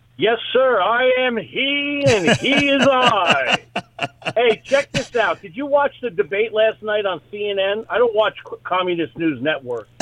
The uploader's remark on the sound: Listener Call